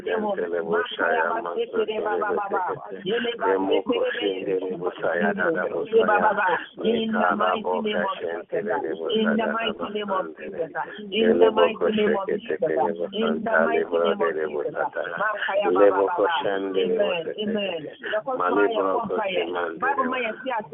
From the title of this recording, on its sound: Conference Call